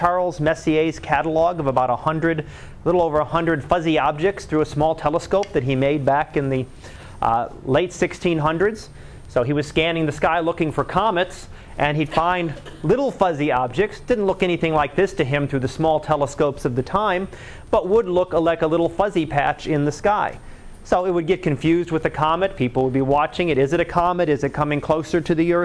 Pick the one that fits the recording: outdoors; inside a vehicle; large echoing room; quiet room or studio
large echoing room